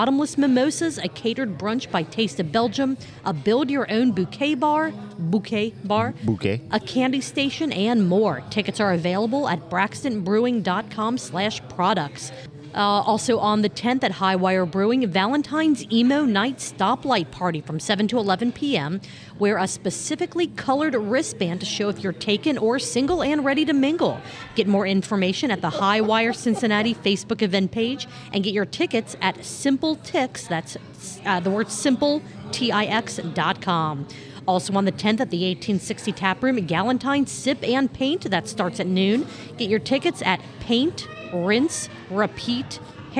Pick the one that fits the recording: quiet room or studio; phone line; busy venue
busy venue